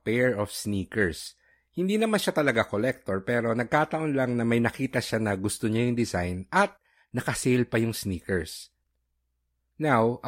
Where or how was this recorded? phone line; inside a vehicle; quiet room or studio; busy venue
quiet room or studio